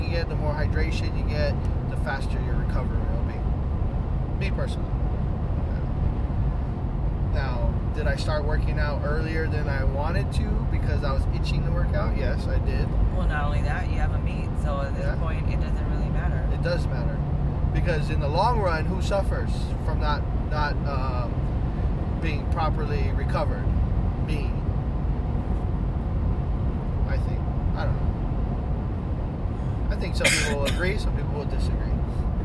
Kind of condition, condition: setting, inside a vehicle